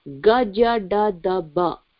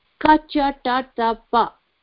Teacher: Ga is so much softer than ka, isn't it? You hear the vibration. · Term: mrudu